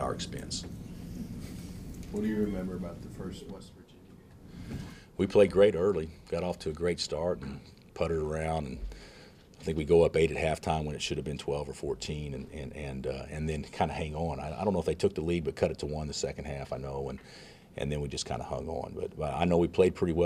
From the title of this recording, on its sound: Press Conferences & Post-Game Interviews